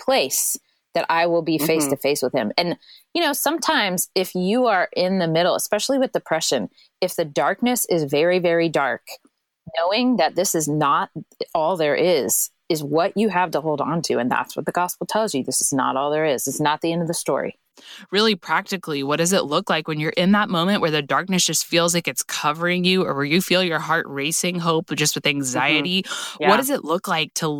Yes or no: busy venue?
no